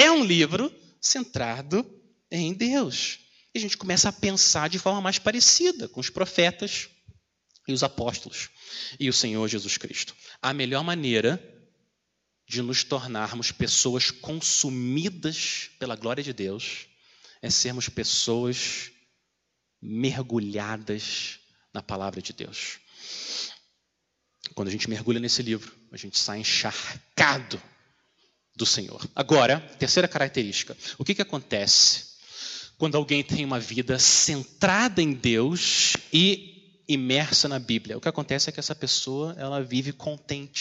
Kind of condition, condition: setting, large echoing room